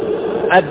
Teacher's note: فتجد الباء تنطق شديدة وربما صاحبها رنين لشدة إطباقه عليها، ويكفيه عند أدائها أداء صحيحا أن يطبق شفتيه إطباقا رفيقا.